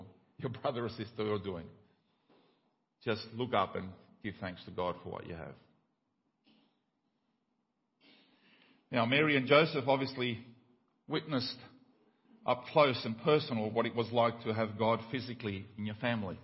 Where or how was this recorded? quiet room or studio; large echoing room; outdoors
large echoing room